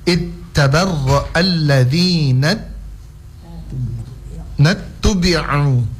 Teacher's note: Ain itu disempitkan tenggorokannya, ya. Tenggorokan tengah. · Term: huruf ain